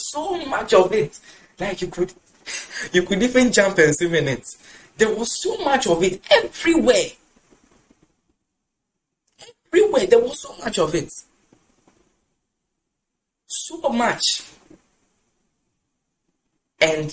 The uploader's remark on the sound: Preached at The Anointed Lovers Of the Saints (ALOS) Church Service, LIVE at the Love Arena Church, Accra - Ghana.